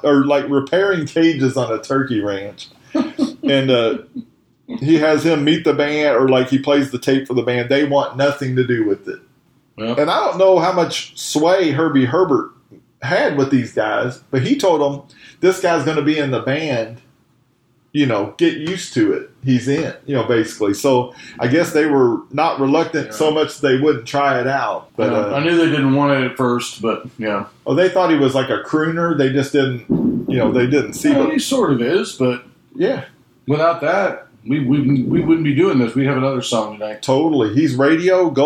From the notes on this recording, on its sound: Sorry about the sound -- we were having technical difficulties. As does a storm that was raging through as the episode was being recorded.